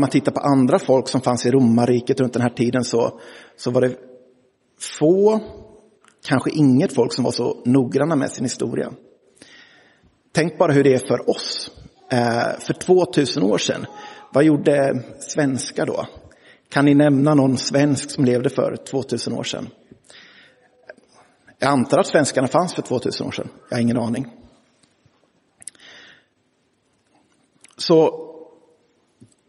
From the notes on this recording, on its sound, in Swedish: Inspelad i Roseniuskyrkan den 25 juni 2023.